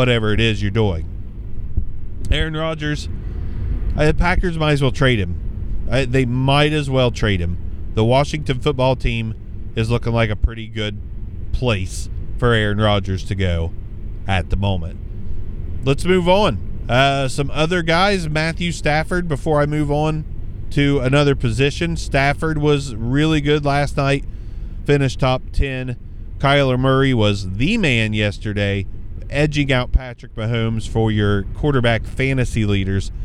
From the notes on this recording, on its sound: hop in the car with me